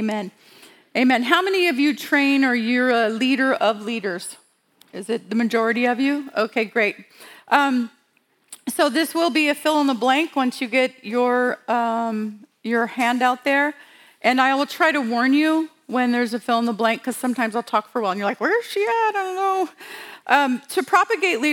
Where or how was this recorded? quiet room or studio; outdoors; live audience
live audience